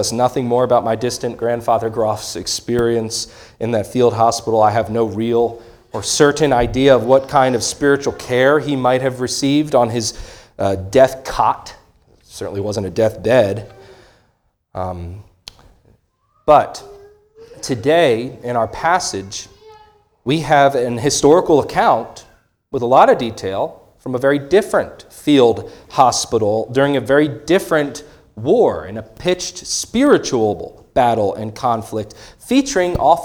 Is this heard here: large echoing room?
yes